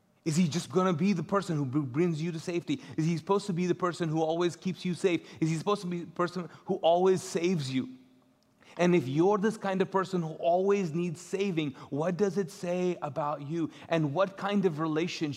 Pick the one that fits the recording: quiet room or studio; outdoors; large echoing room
large echoing room